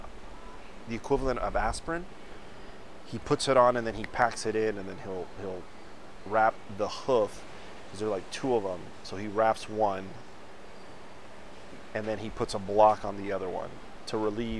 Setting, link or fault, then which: fault, wind noise